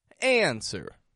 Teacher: And the stress goes strong, weak. Answer. Up, down. High, flat.